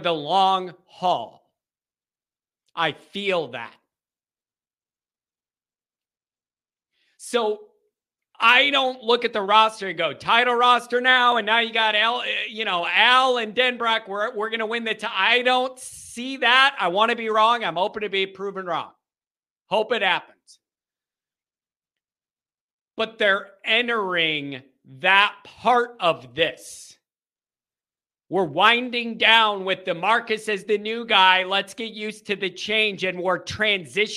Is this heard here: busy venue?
no